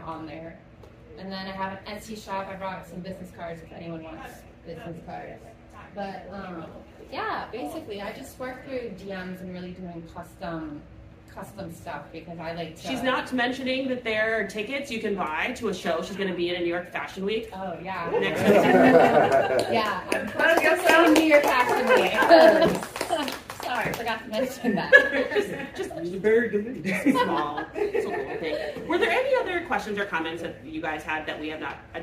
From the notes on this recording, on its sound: The live panel from Blerdcon 2023. The interactive discussion between panelists and attendees.